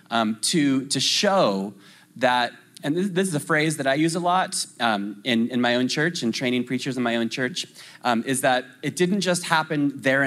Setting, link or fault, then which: setting, live audience